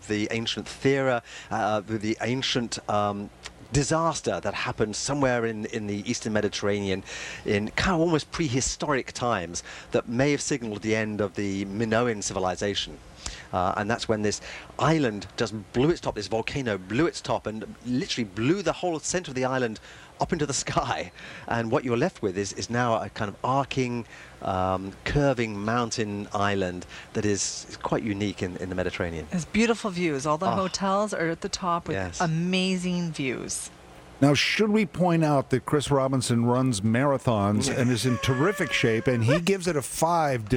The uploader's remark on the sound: broadcasts live from the Pilaros Taste of the Danforth